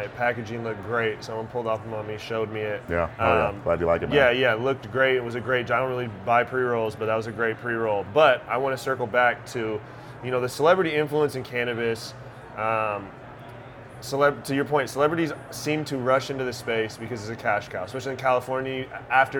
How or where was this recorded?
busy venue